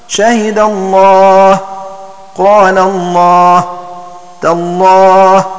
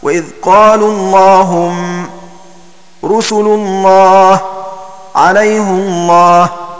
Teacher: وإذا وقع بعد فتحة النحو شهد الله، قال الله، تالله، أو بعد ضمة النحو وإذ قالوا اللهم، رسل الله، عليه الله، في قراءة حفص. فجميع القراء يغلظون لامه